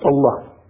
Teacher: So Alilah over time becomes, you drop this Hamza and it becomes Allah